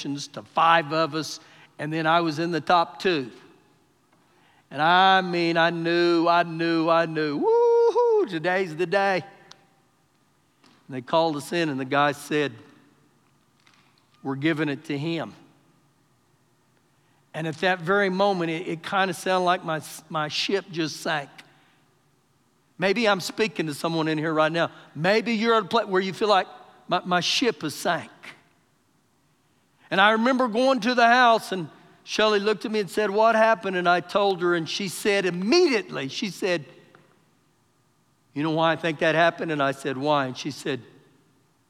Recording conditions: large echoing room